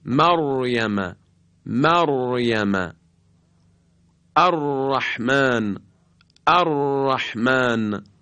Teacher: و اما مخرج یازدهم محل خروج حرف را هست. این حرف از قطع و وصل خیلی سریع نوک زبان با برجستگی عقب لثه دندانهای صنایعی بالا هست که البته همراه با ارتعاش تارهای صوتیه، که لذا این بارها سری وقتی تکرار میشه میگن صفت تکریر داره، صفت تکریر به این خاطر میگیم.